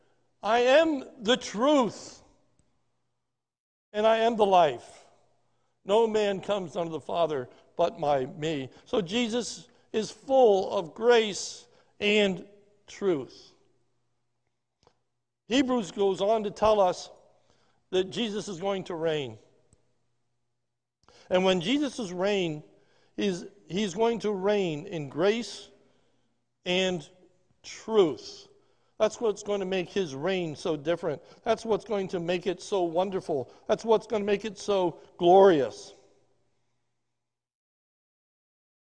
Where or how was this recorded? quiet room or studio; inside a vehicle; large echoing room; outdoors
large echoing room